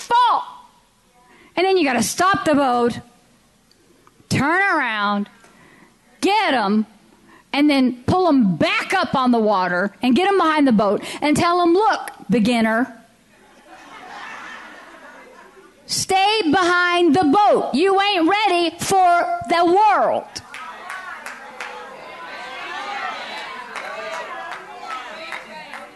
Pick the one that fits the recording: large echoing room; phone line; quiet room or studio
large echoing room